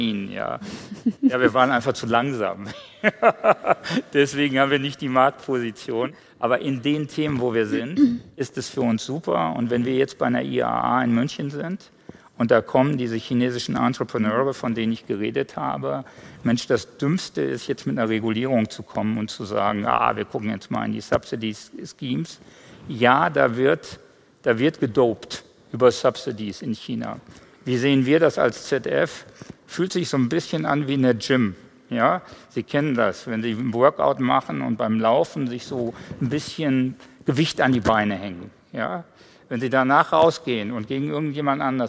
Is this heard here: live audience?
yes